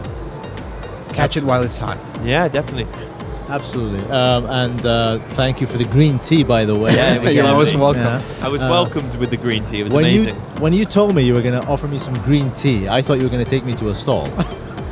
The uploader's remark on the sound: Live from SIBF 2023. Visitor at the SIBF.